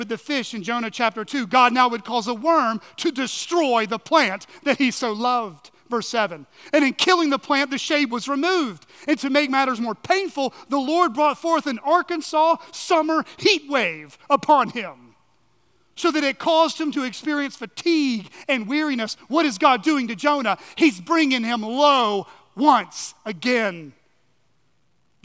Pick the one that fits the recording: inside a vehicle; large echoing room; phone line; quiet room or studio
large echoing room